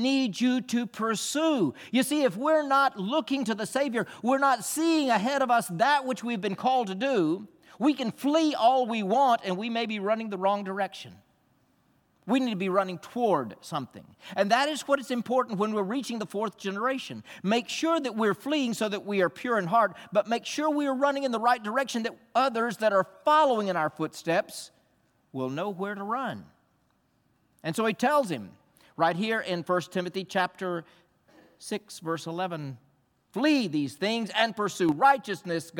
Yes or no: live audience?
yes